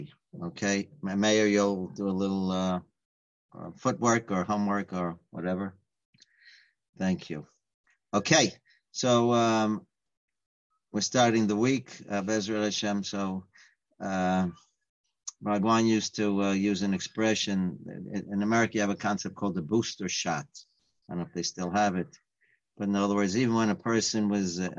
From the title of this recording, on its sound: Live On Zoom: 6-29-2020